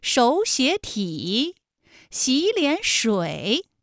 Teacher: 泳馆，这是一个三音节的三声组合，我们首先应该对其进行一个语义的划分，那我们就会发现了，比如说展览馆三个字三声，它的语义可以分成展览和馆。这种情况下的音变情况啊，应该是第一个音节、第二个音节都变成三五，就是二声，哎，也就成了本来是三个三声吧，214加214加214，那演变成了前两个音节是二声，也就是三五，三五加三五，最后一个字是214 。那类似的词还有像手写体、洗脸水。是不是前两个字都是二声，第三个字是三声呢？哎，这是第一种情况。我们再来看第二种情况，纸老虎，我们也是要把语义划分一下成纸和老虎。那么这种情况下音变的情况就应该是第一个音节变成211，第二个音节变成35。你看，本来也是三个三声词，它都是214加214加214，对不对？那么现在我们改成214加上35再加214。那类似的词还有有理想、很勇敢、纸老虎，是不是根据语义的不同，它的声调发生了转变？所以说啊，三音节的三声组合，我们是根据它的内部语义关系的紧密度来进行变调的。咁下边时间，我哋继续